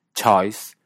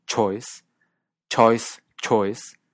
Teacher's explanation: Así, por ejemplo, aunque alguien en una parte del mundo anglófono pronuncie el diptongo de choice con una vocal abierta, choice, y alguien de otra parte lo pronuncie con una vocal cerrada · Term: la vocal de choice